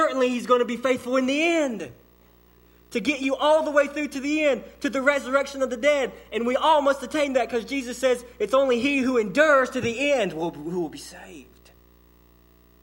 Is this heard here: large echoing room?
yes